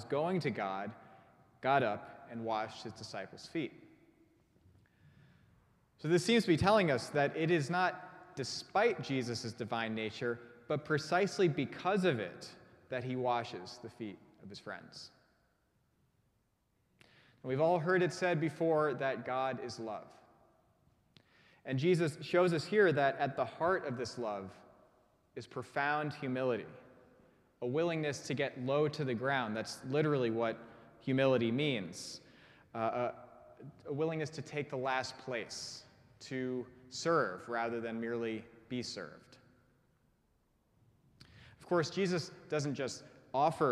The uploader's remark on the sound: preached at our Maundy Thursday service